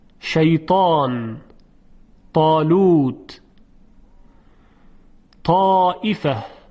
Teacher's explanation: مخرج تا سر زبان هست که میاد میخوره به اصول ثنایای بالا